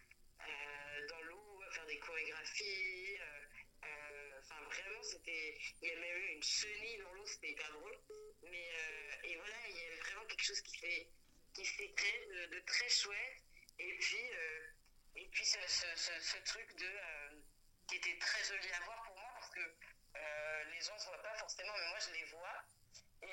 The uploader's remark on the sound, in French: Dans une interview téléphonique avec Pod'Arcès.